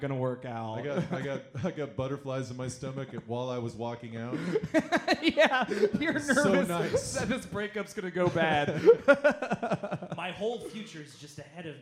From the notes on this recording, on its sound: Live from the Ha Ha Harvest Comedy Festival at Kelly's Olympian